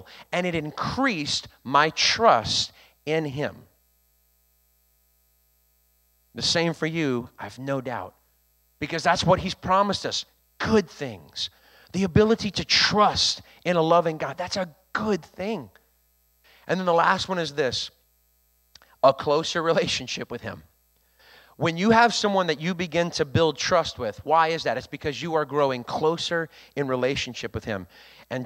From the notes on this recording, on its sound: recorded on Sunday, October 30th, 2022, during service at The Anchor Church in Rockport, Maine